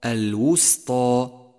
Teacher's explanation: ثم لاحظ بعدها كيف فخمت الألف من كلمة الوسطى الوسطى، لأنها سبقت بحرف مفخم وهو الطاء، والألف كما قلت لك تتبع ما قبلها في الترقيق والتفخيم.